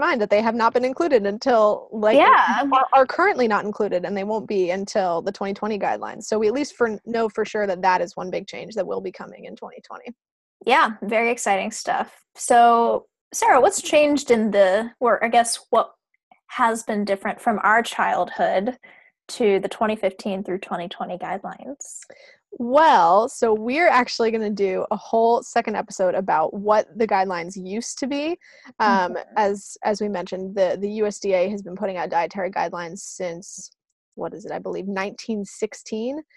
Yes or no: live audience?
no